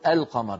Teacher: لو قلنا القمر كل الناس يقولون القمر، يظهرون اللام عند القاف · Term: قمرية